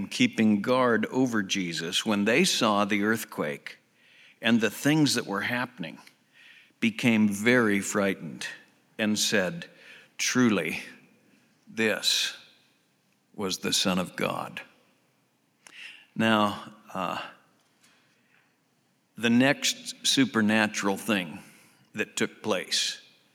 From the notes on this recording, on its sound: Southwest Bible Church in Beaverton Oregon